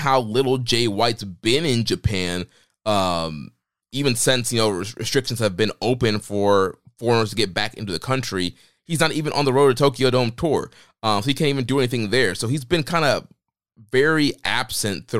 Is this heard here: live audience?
no